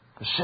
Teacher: That is, the form of the word is imitative of sound, onomatopoeic. Made of the sibilant rush of breath as one speaks softly.